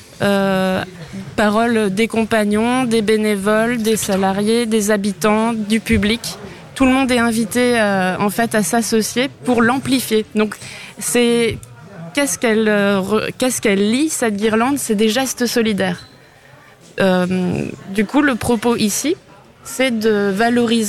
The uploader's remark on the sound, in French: Emission en direct depuis la salle des ventes de la communauté Emmaus de Scherwiller (Centre Alsace) à l'occasion du festival compagnns d'encre